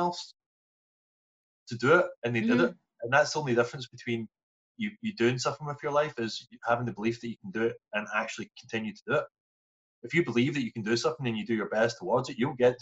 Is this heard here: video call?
yes